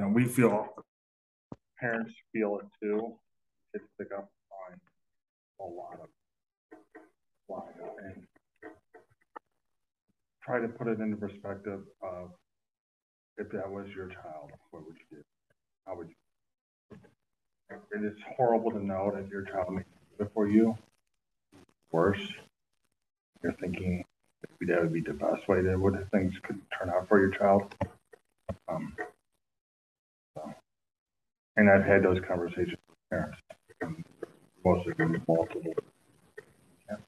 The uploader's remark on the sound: This is the first recording of ED330 class. The audio quality of this episode is not the best. I will be working to improve the audio quality over the next few weeks as I get familiar with the equipment.